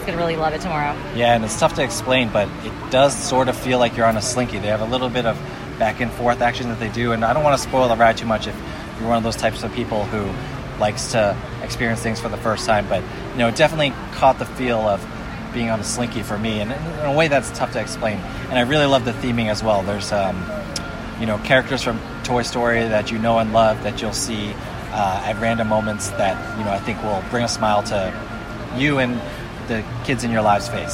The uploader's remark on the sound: Toy Story Land is the newest section of Disney's Hollywood Studios. Recorded their initial impressions LIVE in the parks.